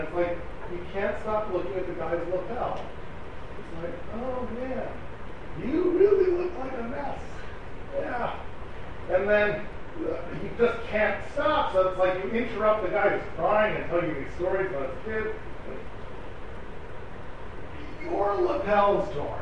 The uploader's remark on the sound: Delivered at the Seforim Sale at YU.